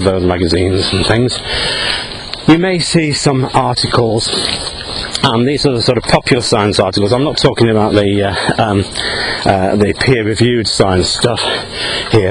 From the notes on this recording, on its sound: while out walking his dog